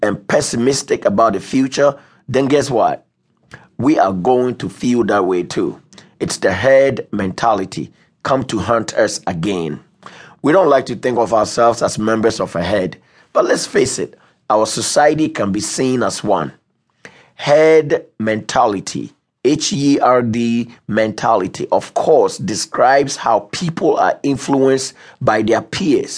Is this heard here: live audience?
no